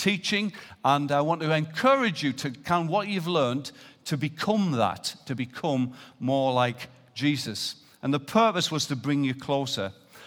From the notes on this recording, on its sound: Recorded live at Life Church Lancashire on Sunday 4th November 2018.